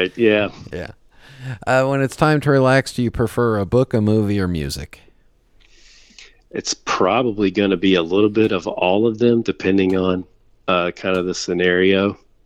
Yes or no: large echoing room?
no